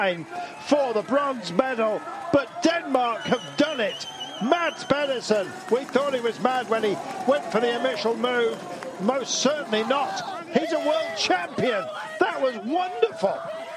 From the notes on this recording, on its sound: Live from Harrogate. At the World Championships in Yorkshire. Takes questions from our live audience.